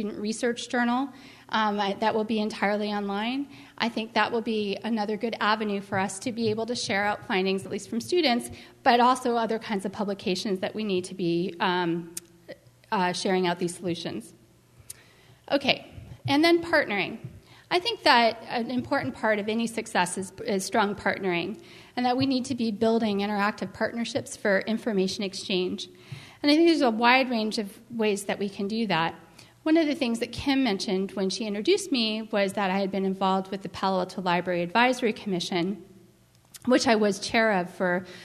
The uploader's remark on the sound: was recorded at the 2010 California Library Association Conference in Sacramento, CA.